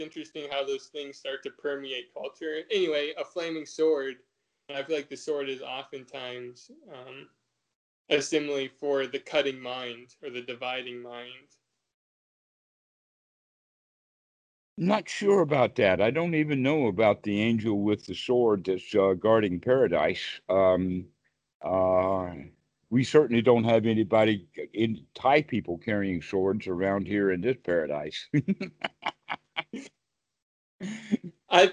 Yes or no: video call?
yes